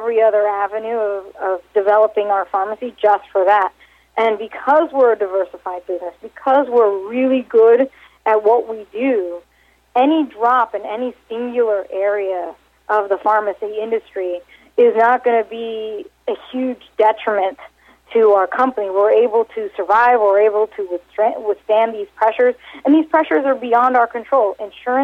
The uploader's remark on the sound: called in to SmallCapVoice.